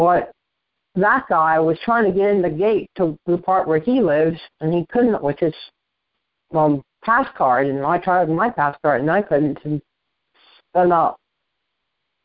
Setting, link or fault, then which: link, phone line